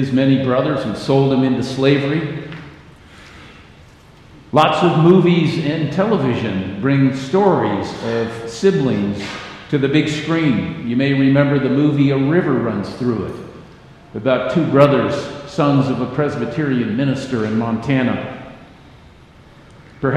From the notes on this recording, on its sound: Message on a familiar scripture text was delivered during the Traditional Worship service.